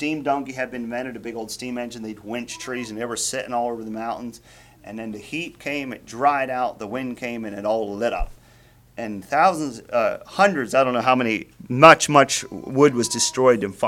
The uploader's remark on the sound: Message preached at Word of Hope on June 4, 2023